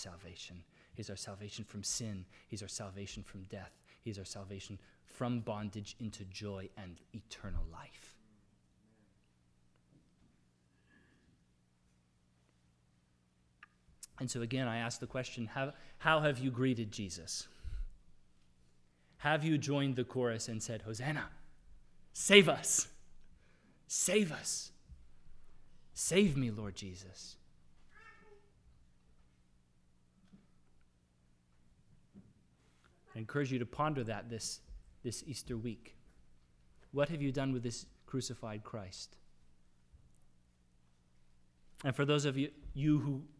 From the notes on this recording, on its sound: Sermon audio from the LBC worship service on Sunday, April 10, 2022.